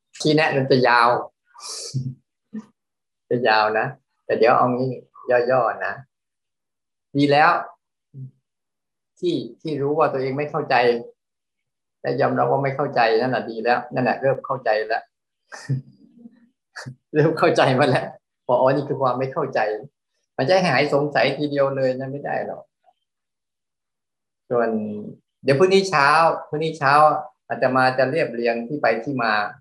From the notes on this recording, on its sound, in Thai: เป็น 1 ใน 3 คอร์สออนไลน์ (ผ่านโปรแกรม Zoom).